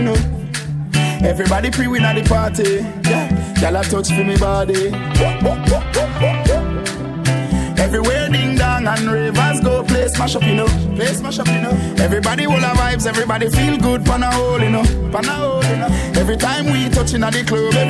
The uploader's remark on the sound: LIVE AT ISLAND SATURDAYS. LIVE PARTY AUDIO!